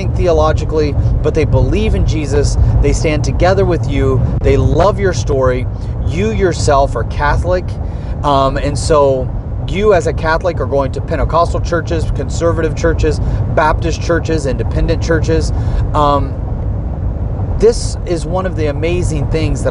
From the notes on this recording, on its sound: While driving between locations.